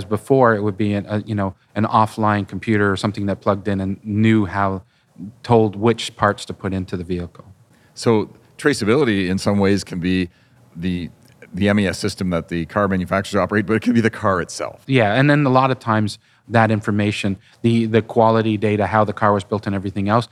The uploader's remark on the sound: We recorded this podcast at the ADM Advanced Design Manufacturing Toronto 2023 show.